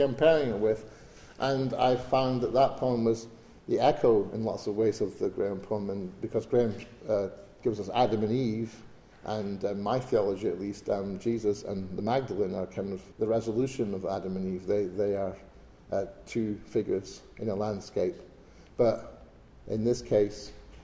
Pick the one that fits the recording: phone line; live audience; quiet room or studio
live audience